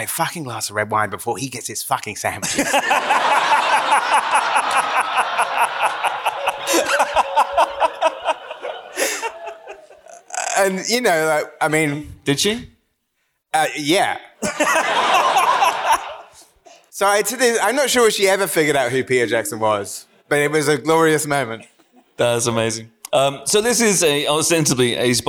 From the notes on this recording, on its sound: Get together in the podbooth. At our all-day Episode 500 celebrations back in February, recorded live at Kings Place, London.